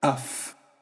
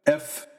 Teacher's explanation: And if a voiceless sound follows, the Ypsilon becomes a F sound